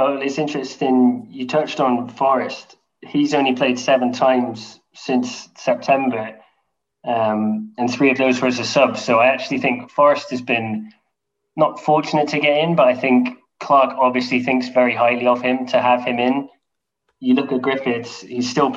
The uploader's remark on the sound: round the zoom call table